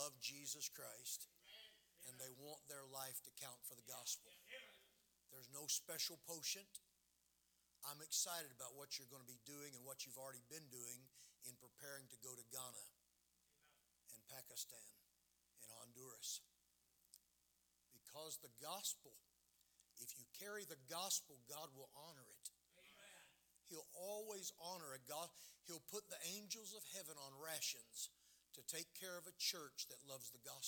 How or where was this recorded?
large echoing room